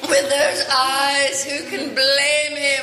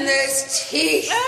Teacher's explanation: the syllables get drawn out, like the way you say eyes, blame, even teeth in this clip